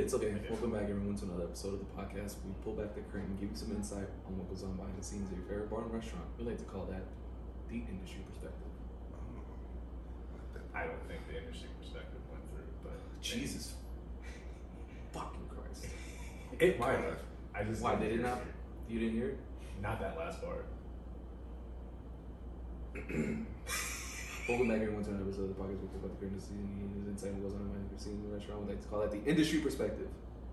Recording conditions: poor sound quality